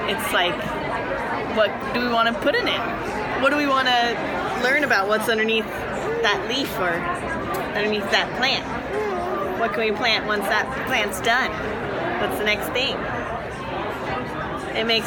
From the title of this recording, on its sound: at the Heirloom Expo 2020